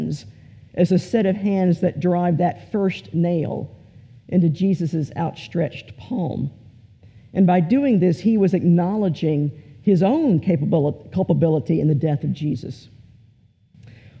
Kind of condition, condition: setting, large echoing room